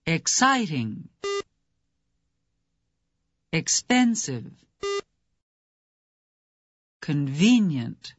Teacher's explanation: The next adjectives you hear are all stressed on the second syllable.